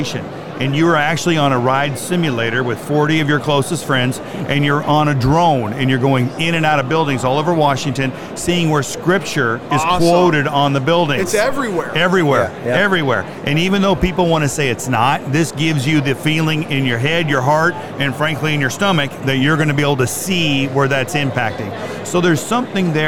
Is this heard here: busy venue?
yes